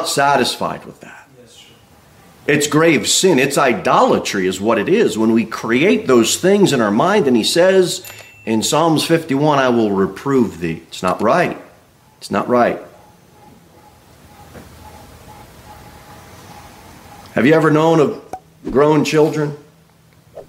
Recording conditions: large echoing room